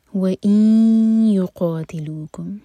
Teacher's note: واو کے بعد حمزہ پر cut off sound اور اِن یو ادغام غنہ کے ساتھ تو ناک میں آواز لے جائیں گے اور 2 سیکنڈس کا ٹائم دیں گے.